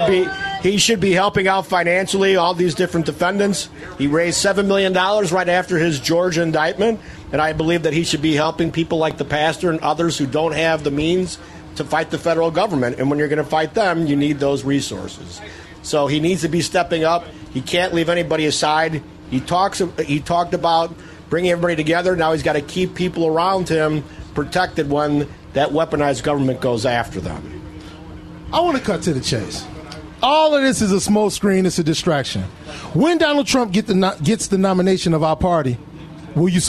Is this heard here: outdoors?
yes